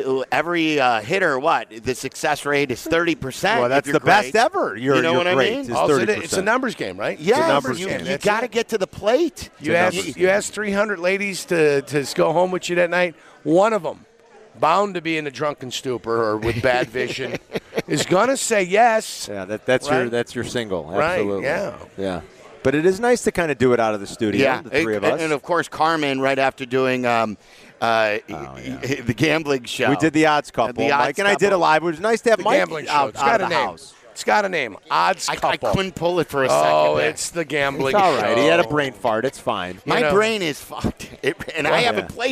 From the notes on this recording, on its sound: live from Legends!